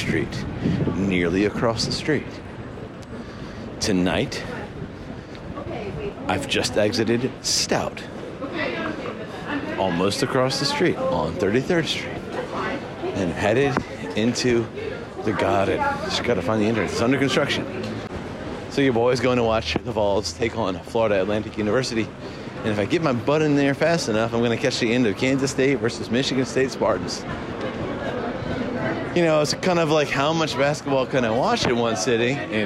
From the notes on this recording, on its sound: Live on Tape from Madison Square Garden.